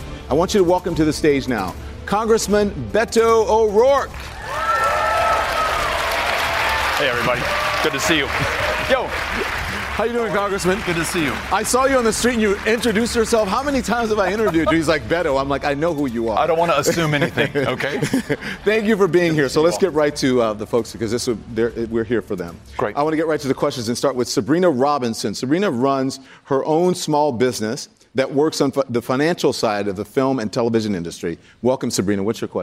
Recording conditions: live audience